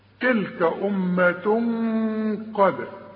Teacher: قد الداله بنقلقلها علشان الشرط بتاعها السكون